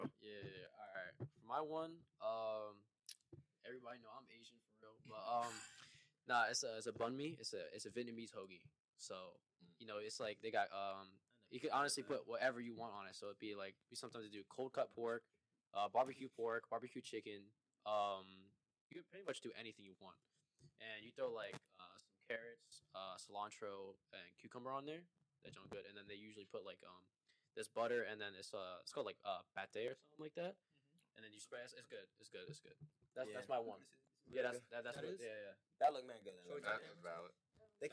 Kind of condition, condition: fault, poor microphone